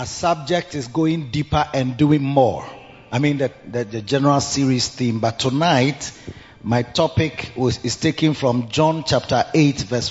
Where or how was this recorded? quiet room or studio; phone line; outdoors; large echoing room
large echoing room